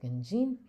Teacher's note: the stress is on that second syllable